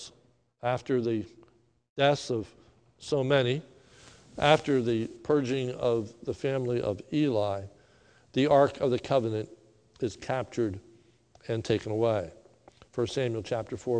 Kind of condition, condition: setting, large echoing room